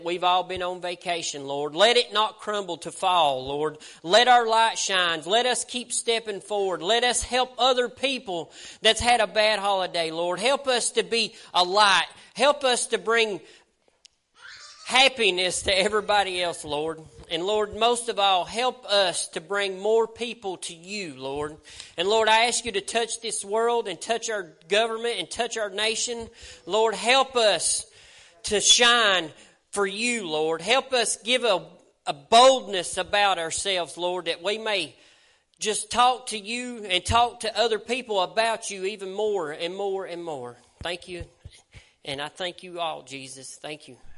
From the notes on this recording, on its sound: LIVE SERVICE. Preaching at Family Worship Center in Athens Tennessee.